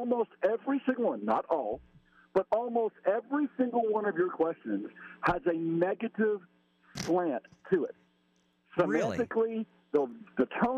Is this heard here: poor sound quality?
no